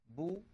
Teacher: لو صاحب ذلك انضمام للشفتين لانضمت الباء بو، ودون أن يصاحب ذلك انخفاض للفك السفلي، لأنه لو صاحب ذلك انخفاض للفك السفلي لانكسرت الباء بي.